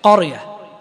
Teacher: لم تسبق بكسر وإنما سبقت بفتح، قرية، فتفخم على طول